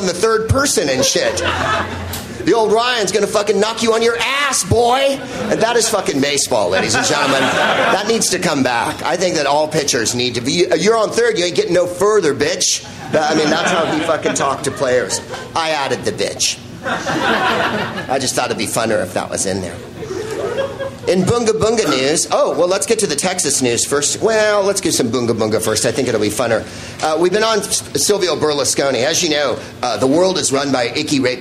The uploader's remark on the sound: Live from The Hideout in Austin, Texas and the Out of Bounds Comedy Festival